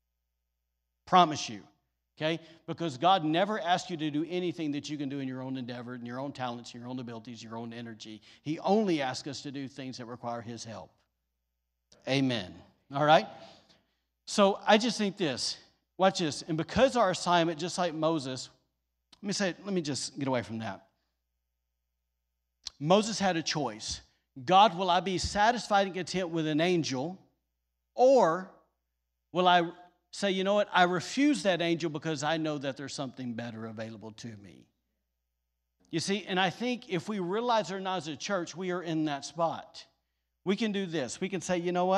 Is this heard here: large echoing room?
yes